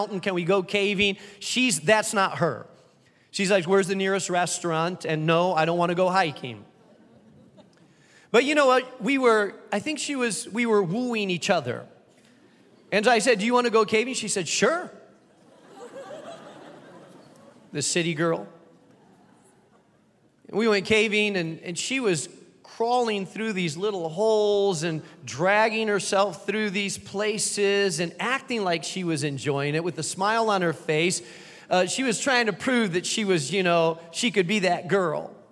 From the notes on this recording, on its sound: keynote address to those attending Founders Week 2023